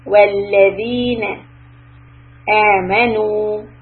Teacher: Tip of the tongue under your front teeth for zal with the kasra